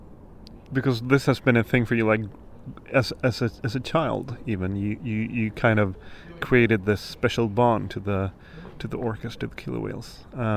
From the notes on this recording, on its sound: This autumn I was asked to lead a short panel discussion on a Houdini Sportswear event following a preview of an ongoing project called ”Coextinction” .